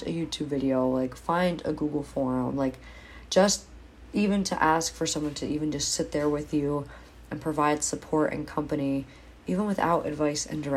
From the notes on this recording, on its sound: I didn't have my Blue Snowball mic so this was done on my phone